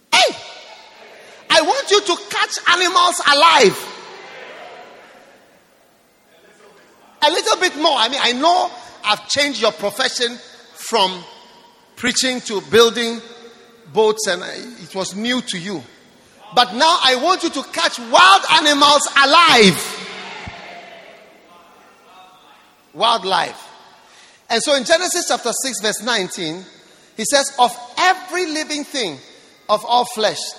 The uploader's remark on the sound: Preached at the dedication of The Rock Cathedral, Shepherd House International, Jamaica.